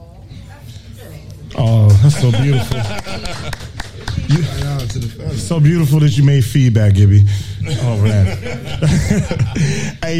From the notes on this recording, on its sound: We took the first show live in front of an audience of friends and random folks at Patuxent Brewing Company!! Side note this was a live show so you will hear everything!!!